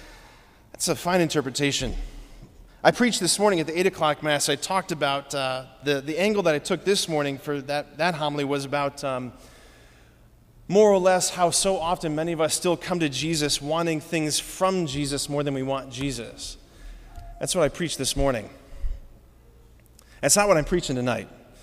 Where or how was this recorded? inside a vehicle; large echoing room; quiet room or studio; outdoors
large echoing room